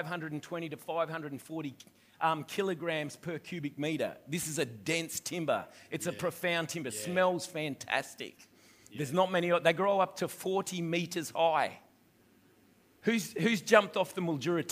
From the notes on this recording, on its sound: This message was recorded on 10/01/2021 during the 11am service.